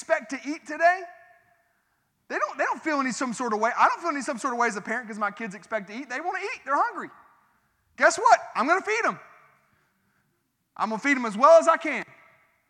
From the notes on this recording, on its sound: This sermon was recorded at Family Worship Center in Columbia, SC